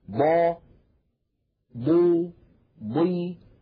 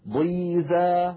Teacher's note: يتجلى في الحرف المكسور، لما نقول مثلا ضا ضو ضي، حتى عندما تكون الضاد مكسورة تكون ضخمة مفخمة تماما